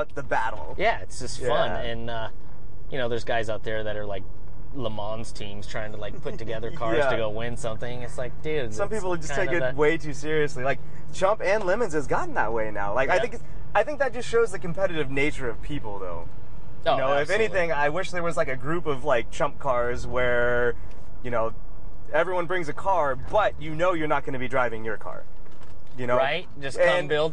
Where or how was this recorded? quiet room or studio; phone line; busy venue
busy venue